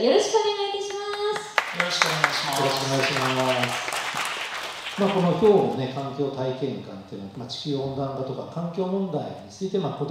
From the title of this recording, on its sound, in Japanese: 11/27公開録音Part1